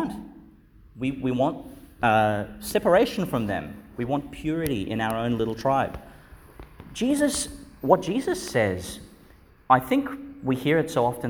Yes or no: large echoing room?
yes